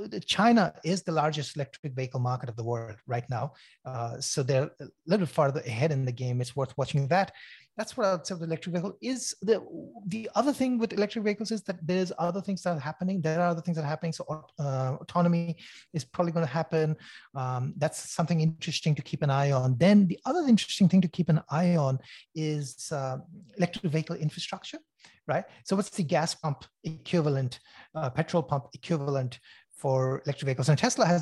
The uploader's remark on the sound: Zoom presentation